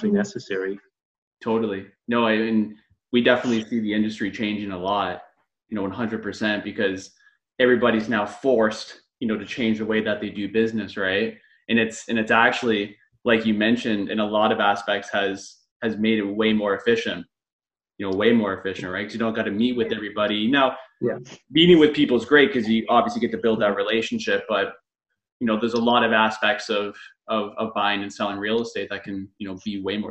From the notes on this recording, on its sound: Via ZOOM.